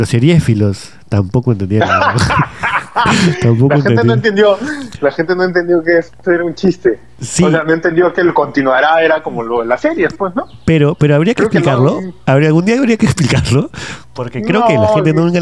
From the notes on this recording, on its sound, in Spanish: Llamé por teléfono